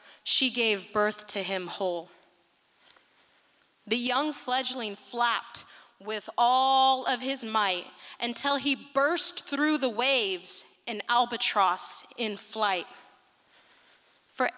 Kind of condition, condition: setting, live audience